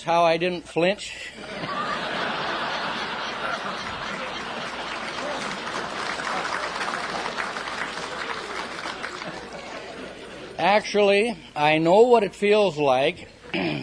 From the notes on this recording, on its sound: In this talk from an archival Eco-Ag Conference presentation. A few farmers in the audience.